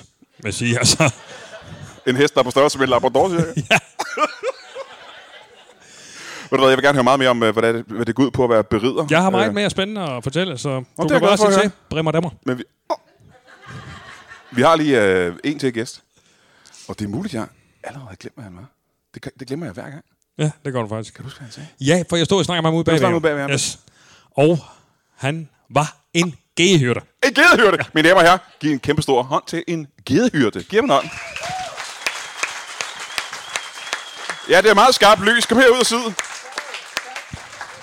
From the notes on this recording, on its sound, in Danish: Optaget foran et mageløst live publikum på det altid magiske Ramsømagle Forsamlingshus.